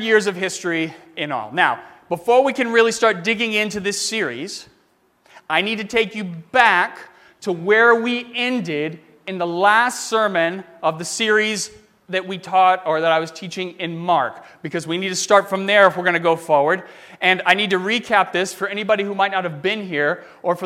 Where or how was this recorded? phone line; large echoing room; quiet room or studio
large echoing room